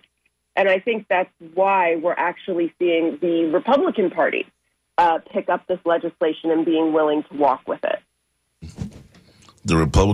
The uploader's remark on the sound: unique magazine format call-in show